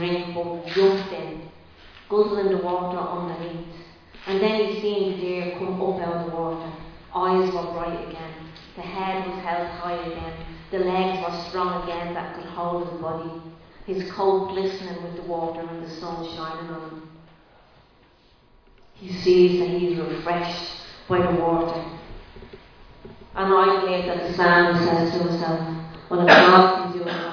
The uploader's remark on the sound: Recorded live in Liberty Church on 3 April 2022